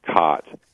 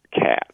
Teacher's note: So up in northwestern Wisconsin, we have a merger of those two sounds. But in southeastern Wisconsin, we've got caught moving or becoming more similar to cat.